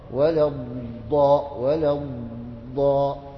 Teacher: ولا الضاء وهو هذا صوت انفجاري كما يسمونه في علم الصوتيات في هذا الزمن.